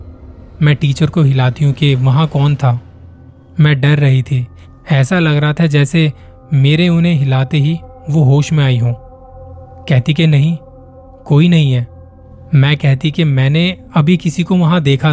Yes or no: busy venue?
no